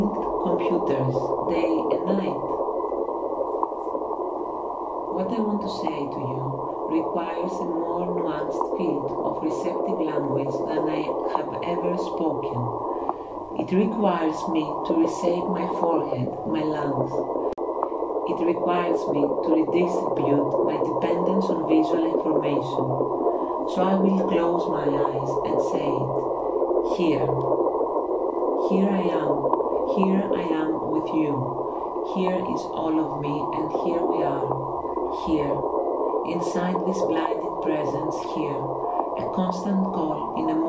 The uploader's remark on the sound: The sound scape is recording of the the artcic sea by the site of the Ocean conservation research. Today there is a humpback whale accompaning the reading.